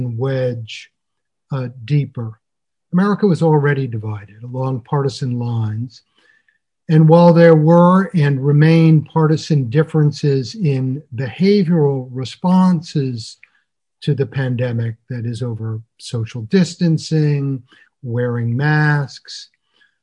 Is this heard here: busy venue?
no